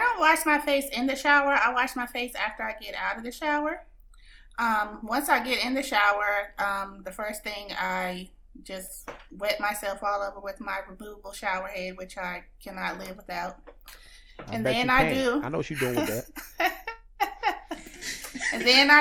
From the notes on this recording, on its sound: Forgive the slight buzz, some small audio issues.